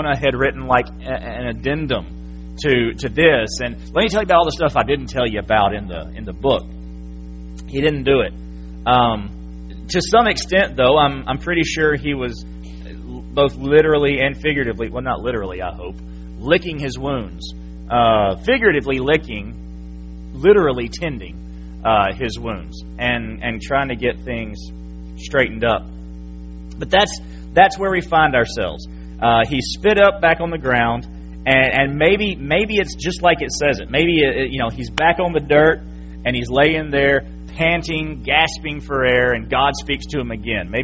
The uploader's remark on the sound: January 8, 2017 PM Service. FBC Sulphur, LA.